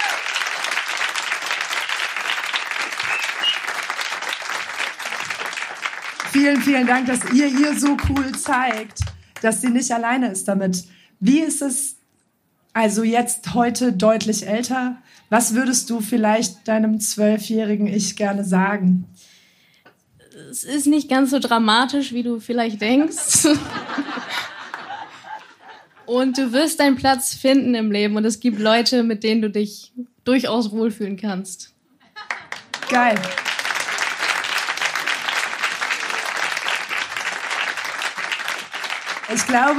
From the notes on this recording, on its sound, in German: Heißen Dank an den Baergarten des Revier Südost, unser tolles Publikum